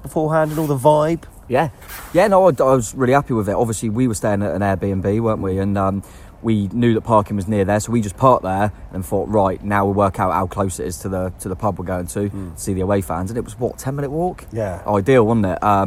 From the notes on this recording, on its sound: The weekend was crazy – from the party atmosphere in The Manchester before the game, right through to the nightlife in Blackpool after hours – and we took our microphone with us to capture it all, including the raucous scenes at full-time at Bloomfield Road.